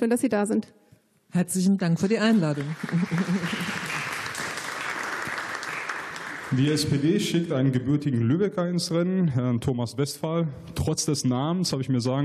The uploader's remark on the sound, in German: Nordfunken: Wahlarena 2020. Dazu beantworten die Kandidat*innen auch Fragen aus dem Publikum. Wahlarena 2020 in Dortmund.